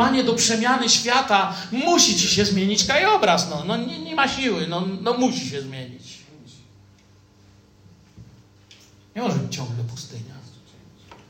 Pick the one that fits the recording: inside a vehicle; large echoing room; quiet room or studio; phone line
large echoing room